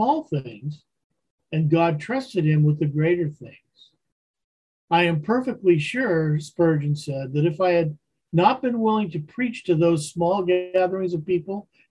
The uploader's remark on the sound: Wednesday Zoom study